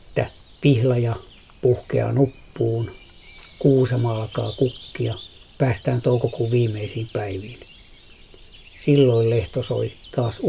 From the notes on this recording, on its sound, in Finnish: äänitti lehdon lintukuoroa Parikkalan Siikalahden rannalla